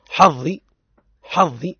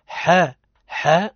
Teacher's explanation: فالحاء مرقق وهو من حروف الاستفال، وكل ما هو مستفل مرقق · Shown in: second take